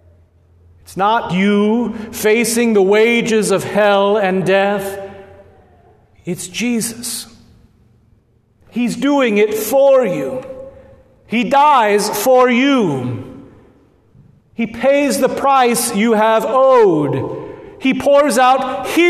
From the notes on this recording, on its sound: at Good Shepherd Lutheran Church in Lincoln Nebraska